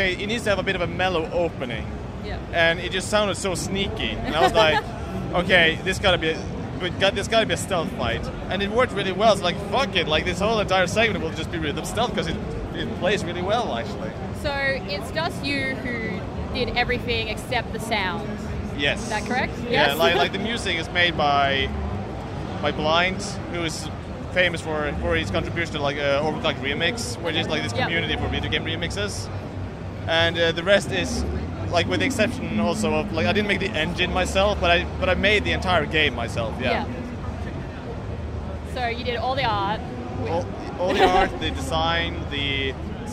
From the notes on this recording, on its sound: live from the show floor